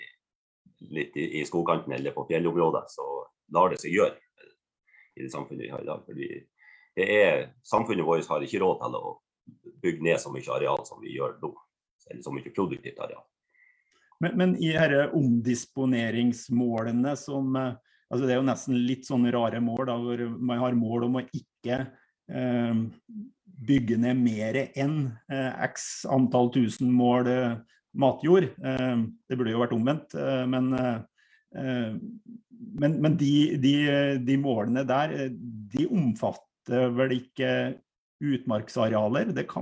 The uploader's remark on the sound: Live Zoom